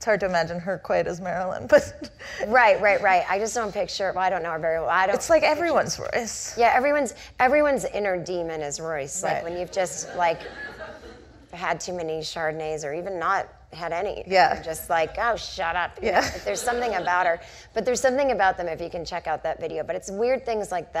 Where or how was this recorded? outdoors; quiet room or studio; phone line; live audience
live audience